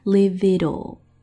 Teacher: Leave 跟 it 跟 all 三个词连读